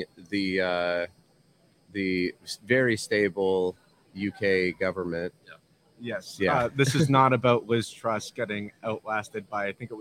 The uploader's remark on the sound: Live from PackExpo